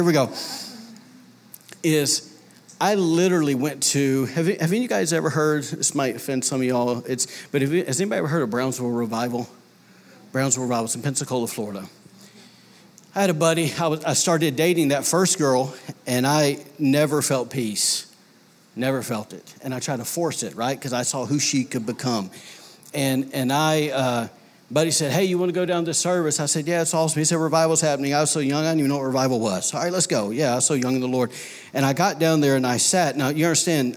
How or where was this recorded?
large echoing room